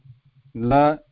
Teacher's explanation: And la, la, back of the front teeth, like it is, la is also dantya, or dantya letter, which uses the back of the teeth there, front teeth